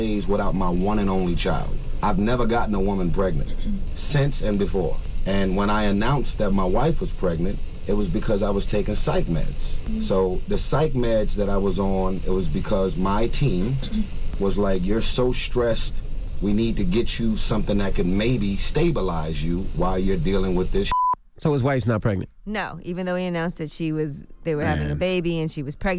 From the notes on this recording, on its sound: We opened up the phone lines to see what our listeners thought about … insinuating that he was guilty of marriage fraud.